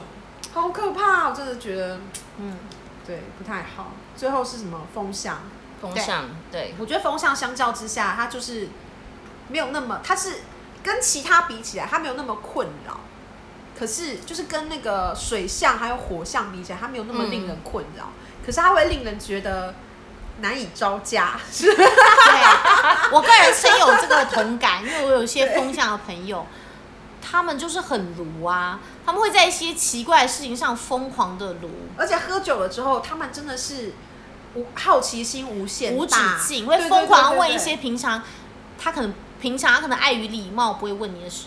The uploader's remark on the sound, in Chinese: 喝酒那些事系列由於是試錄集，收音設備非常陽春，請海涵。